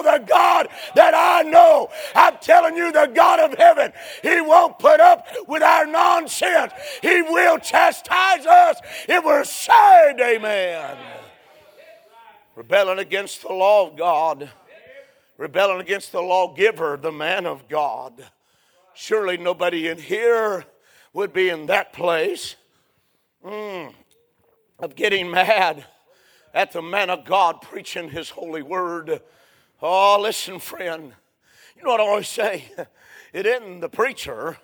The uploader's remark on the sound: A sermon preached Sunday Morning.